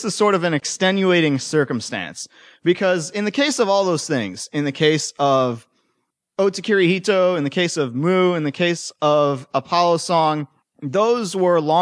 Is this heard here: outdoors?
no